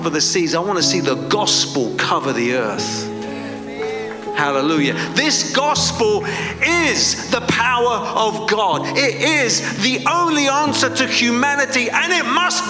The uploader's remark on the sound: Preaching at a Church in Boston.